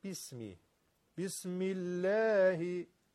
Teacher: لام الله، اگر ما قبلش کسره باشه ترقیق میشه، نازک میشه، مثل خود کسره. اما اگر کسره نباشه یعنی فتحه و یا ضمه باشه درشت میشه.